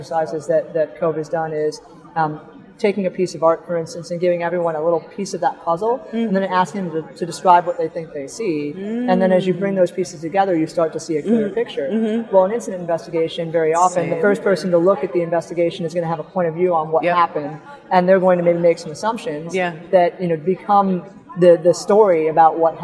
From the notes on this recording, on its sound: live on the Expo floor of the NSC Congress